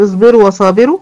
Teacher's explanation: تعال نشوف اصبروا وصابروا، اصبروا الواو هنا واو مادية بمقدار حركتين · Term: مد تمكين